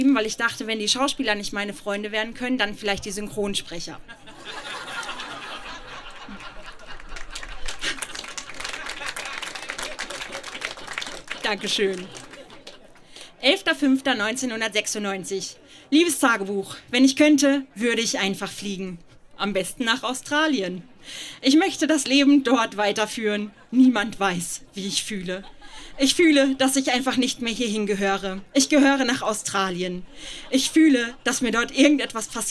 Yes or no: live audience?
yes